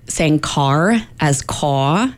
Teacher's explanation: So one is dropping R's, R-lessness. So that would be like saying car as caw. And even that vowel you hear there, it's this aw sort of vowel that you will hear in like doll, dawlin, that sort of thing.